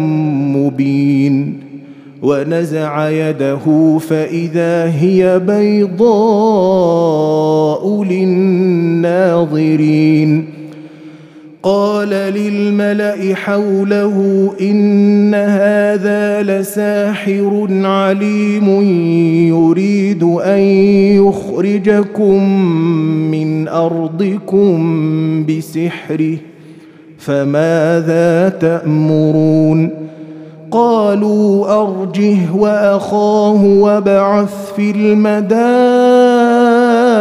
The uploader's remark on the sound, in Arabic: مسجل من صلاة التراويح بمسجد السلام بحي مشرفة بجدة.